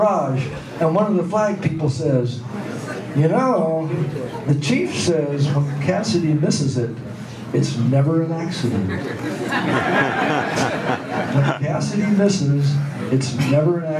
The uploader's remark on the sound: on stage at Don Quixote's